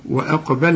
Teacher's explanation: وأقبل ما تقولش واء وأقبل، هنقول الواء واقو با بل بل، شوف الواو والالف واء ما سهله اهي، وبعدين الباء واللام بل، القاف هي المفخمه وكمان هنقلقلها